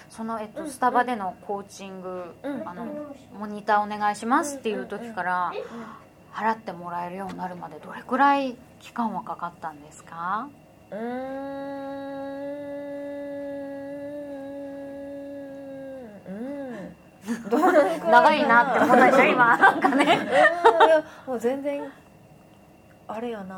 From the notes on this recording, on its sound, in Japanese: 鎌倉で公開収録したインタビュー。